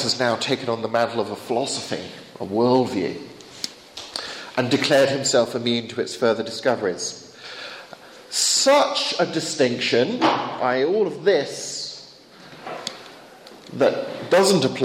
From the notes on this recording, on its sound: Bulgarian apologetics conference, September 2011.